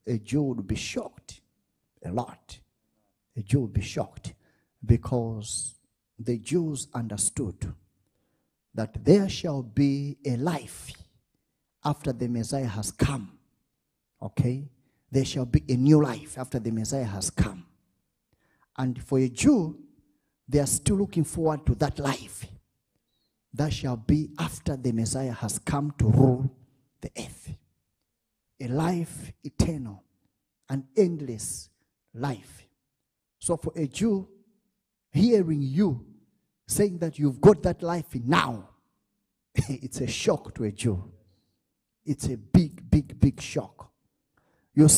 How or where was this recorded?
large echoing room